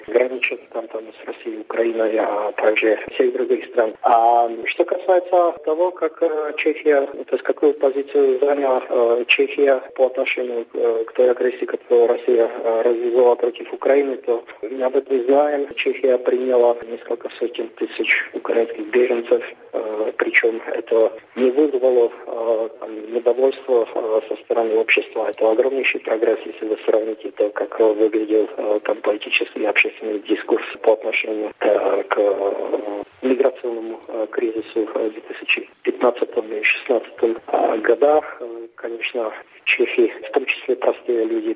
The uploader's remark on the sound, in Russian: Связалось по телефону со специалистом по постсоветским странам, который на момент интервью находился в Армении.